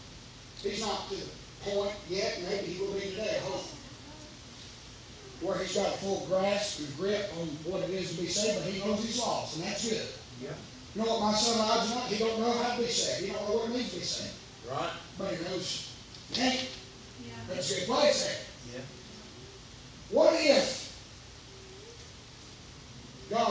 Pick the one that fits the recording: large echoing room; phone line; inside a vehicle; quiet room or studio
large echoing room